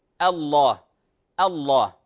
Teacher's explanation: لفظ اللام مفخمة، لكن احذروا الهمزة لا تفخم